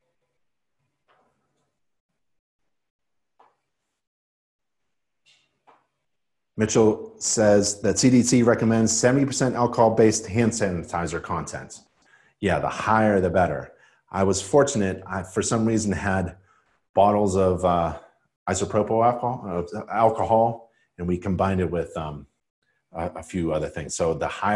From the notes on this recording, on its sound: live InterNACHI webinar